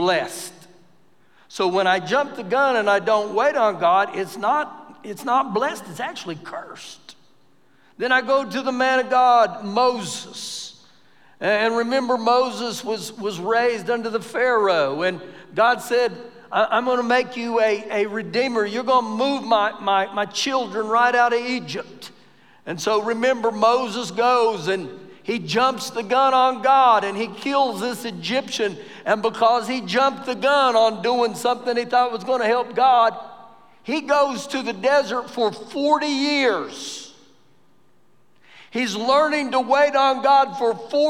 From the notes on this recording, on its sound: Recorded live during our Wednesday night service